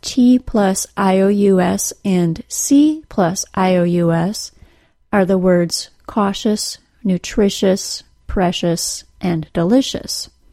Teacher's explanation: Both of these combinations are pronounced as shus. The initial consonant sound, whether it's a T or a C, is pronounced as an SH sound. Then the vowel sound can be thought of as either schwa or the short U.